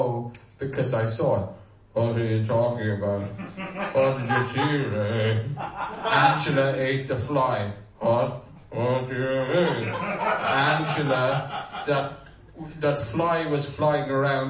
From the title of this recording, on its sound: LIVE AT DUBLIN POD FEST 2018